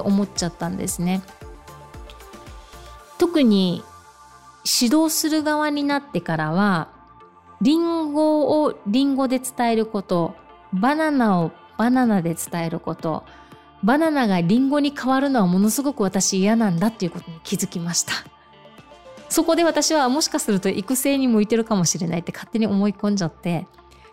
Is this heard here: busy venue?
no